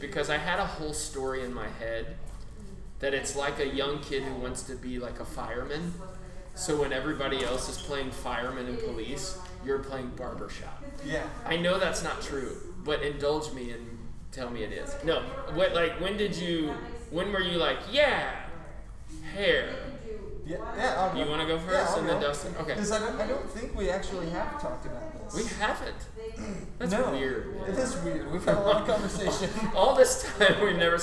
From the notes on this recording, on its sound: We record from Burg's Hair Parlour.